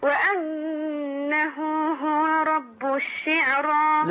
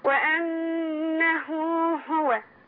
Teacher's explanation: عايز هاء حلقيه، وتممي لي الضمه بضم الشفتين · Shown in: second take